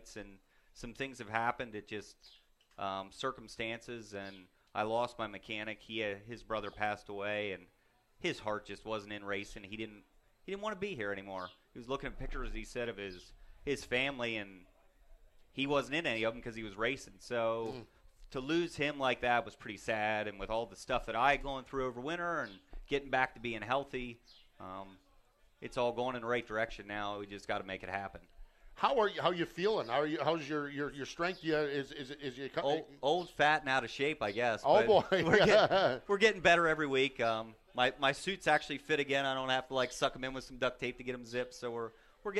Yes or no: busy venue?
yes